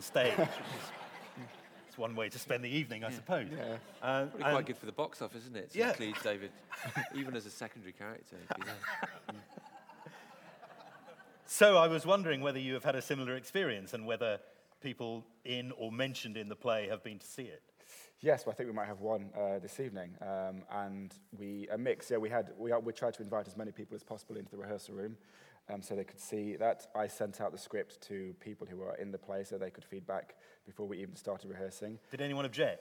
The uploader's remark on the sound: This is a recording of a live Platform event from March 2013.